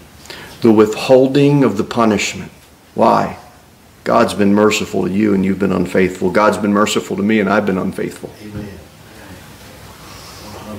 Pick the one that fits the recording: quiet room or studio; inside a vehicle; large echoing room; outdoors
large echoing room